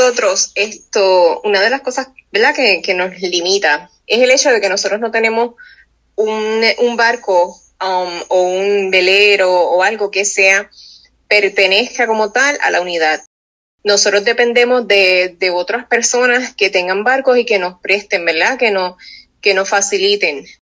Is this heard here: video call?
yes